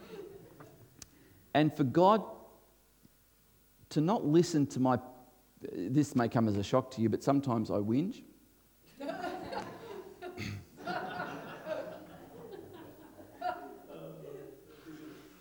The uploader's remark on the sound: This was recorded before a live audience